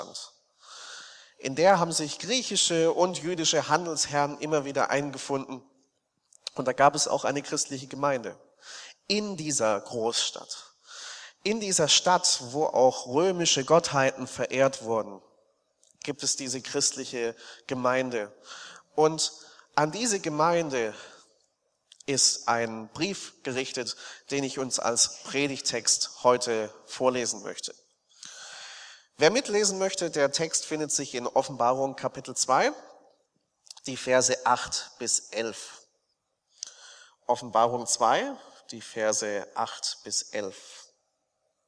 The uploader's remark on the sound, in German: aus dem Gottesdienst der Liebenzeller Mission vom 18.